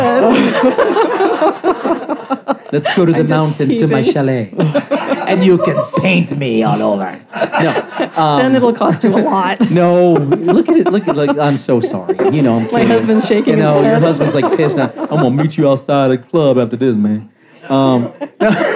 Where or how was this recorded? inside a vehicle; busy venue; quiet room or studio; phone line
busy venue